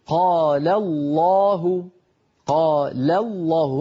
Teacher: إن كان مسبوقا بفتحة أو بضمة نطق اللام مفخمة، وبالتالي الألف التي بعد اللام هكذا الله الله، الهمزة في الأول مرققة الله، ولا يقولون الله.